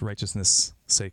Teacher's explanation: No extra syllable, as you all did excellently, just righteousness' sake.